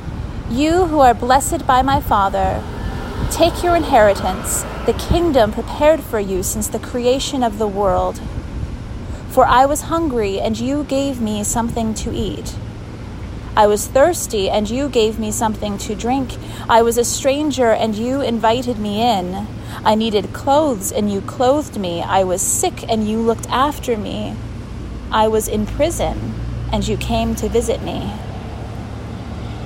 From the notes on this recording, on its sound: from outside the Walls Unit in Huntsville, Texas